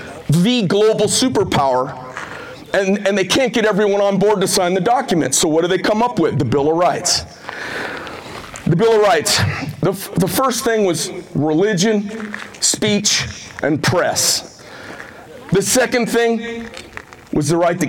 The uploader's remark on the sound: Rally on the Border in Sierra Vista, Arizona. A Keynote speech at the 1st and 2nd Amendment Rally on the Arizona Border.